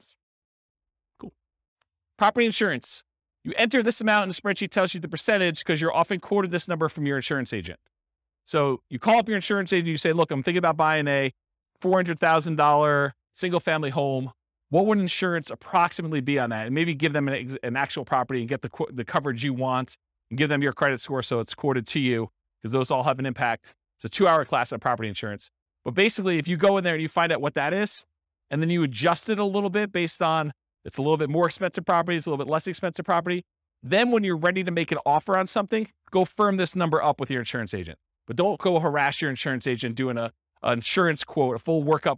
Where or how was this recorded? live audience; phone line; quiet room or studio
live audience